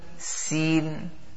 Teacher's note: but the tip of the tongue is touching the bottom